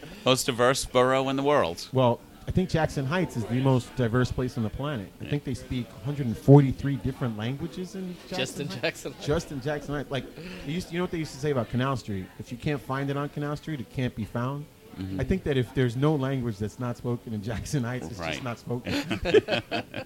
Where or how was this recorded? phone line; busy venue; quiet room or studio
busy venue